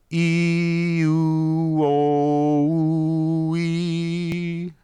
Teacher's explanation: your tongue will kind of pull back and down with each change of your vowel sound going from E to U to O. E, U, O.